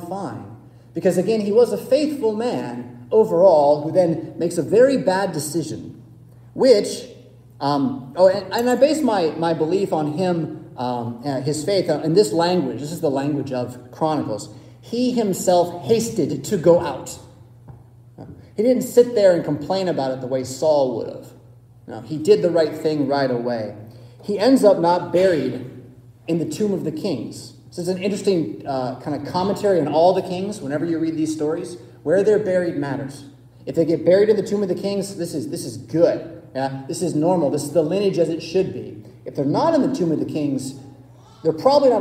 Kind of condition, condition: setting, large echoing room